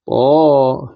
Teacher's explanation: لأن الهاء فيها إمالة كبرى كما سيأتي طه فتمدها بمقدار حركتين ط حركتين ه مع الإمالة تمد أيضا بمقدار حركتين.